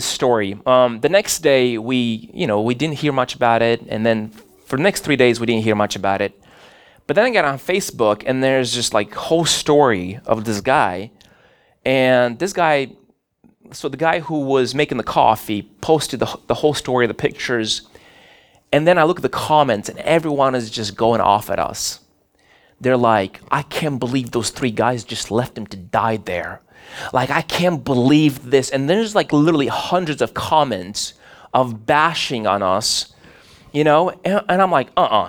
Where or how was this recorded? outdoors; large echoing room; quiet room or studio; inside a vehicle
large echoing room